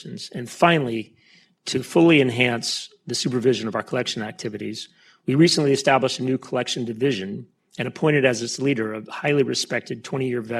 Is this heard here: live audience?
yes